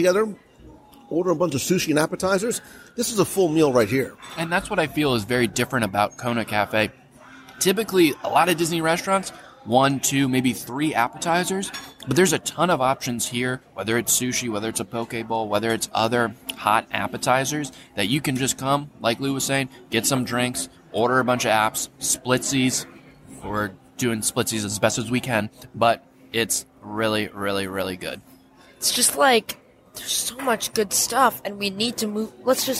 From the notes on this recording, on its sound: Kona Cafe Lunch Live Dining Review. This week, I invite you to pull up a chair for a live dining review as we sample a lot of a lot of the lunch offerings.